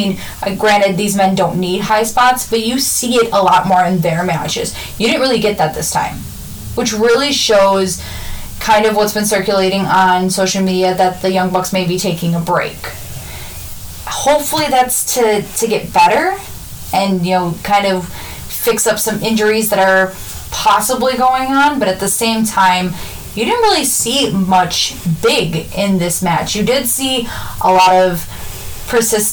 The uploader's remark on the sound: Headphone warning as we are still fixing the kinks